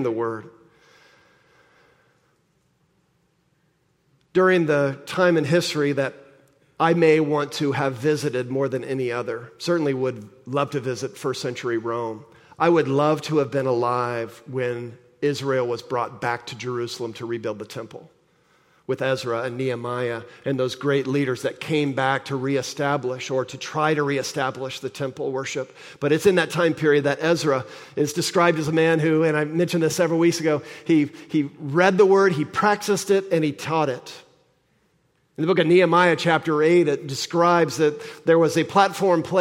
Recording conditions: large echoing room